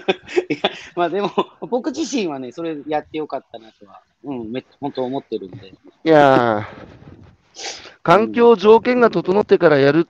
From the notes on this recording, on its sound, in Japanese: 歩きながら1時間、対談する